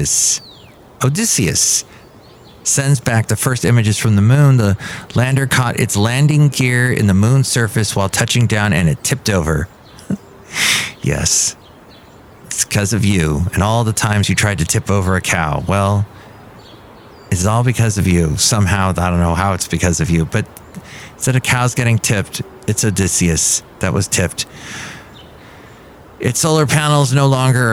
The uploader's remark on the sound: podcasts live from Café Anyway